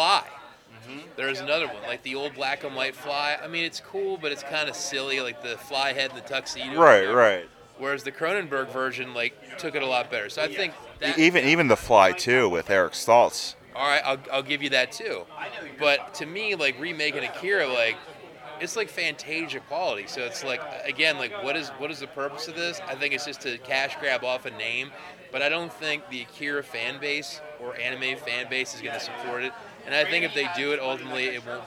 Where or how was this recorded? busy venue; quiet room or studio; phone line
busy venue